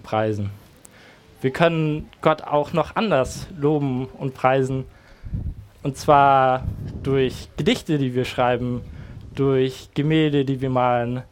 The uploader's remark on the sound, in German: Predigt im Rahmen des GreifBar+ Gottesdienstes